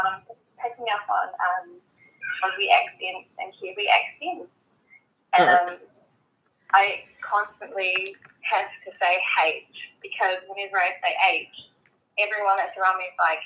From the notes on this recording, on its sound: Eavesdrop on my phone call. The audio quality is low.